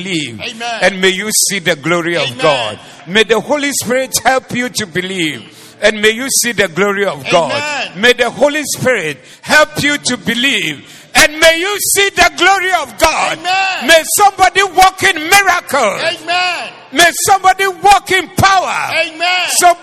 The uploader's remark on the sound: Preached at the Zeloo Service